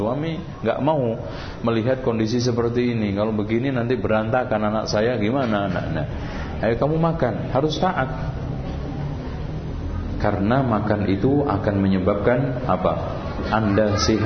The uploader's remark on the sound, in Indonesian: yang diselenggarakan di Masjid Raya Cipaganti, Bandung pada tgl 14-15 April 2012